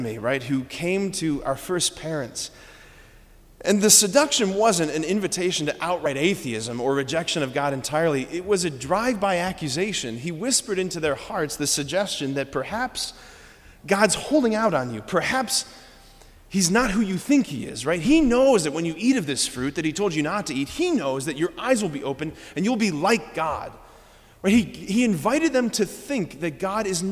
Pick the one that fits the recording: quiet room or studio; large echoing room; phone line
large echoing room